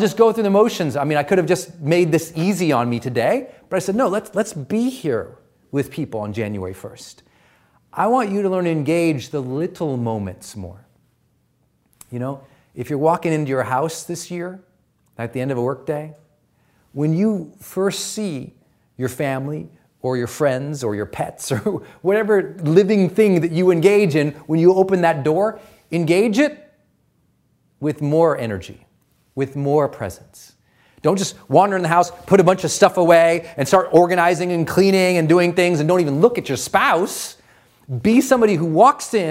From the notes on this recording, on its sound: This is a partial recording of my LIVE 2017 strategy seminar. Every New Year's Day, I teach a live 4-hour training on high performance to our monthly subscribers.